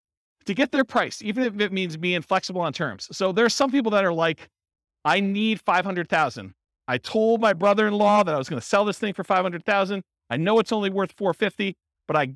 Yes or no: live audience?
yes